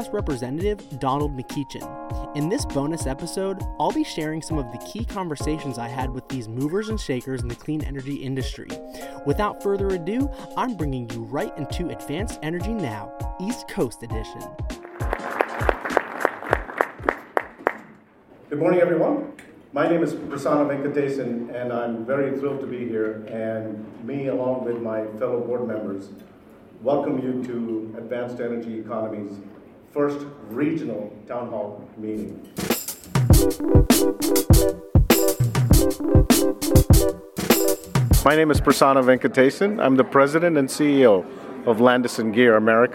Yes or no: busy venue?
yes